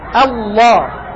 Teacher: همزة الله تحتاج إلى ترقيق بسبب وقوع اللام المفخمة بعدها